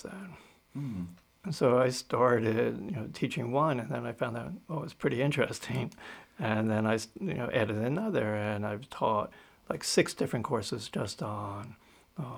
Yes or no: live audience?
no